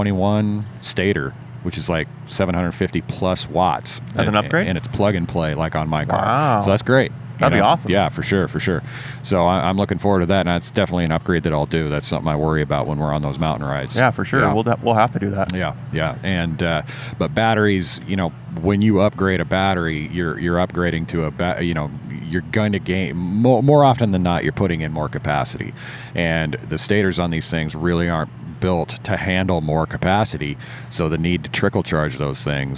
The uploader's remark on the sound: Live from UTV Takeover Coos Bay, OR. This episode of the SXS Guys Offroad Podcast is recorded live from the 2020 UTV Takeover Coos Bay, OR event! We setup on top of the Ford Raptor Experience trailer.